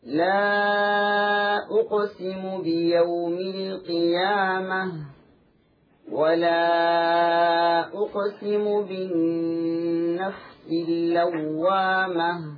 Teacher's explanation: حرف القاف مقلقل قلقلة صغرى